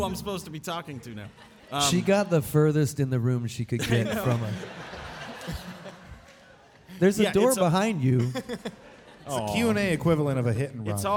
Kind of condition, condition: setting, busy venue